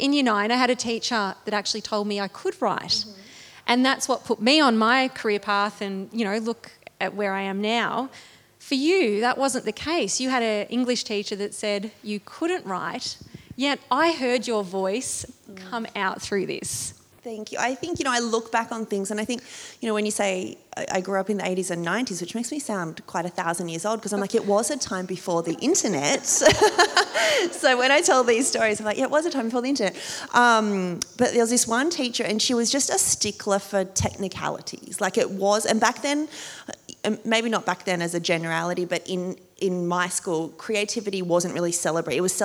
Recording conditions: live audience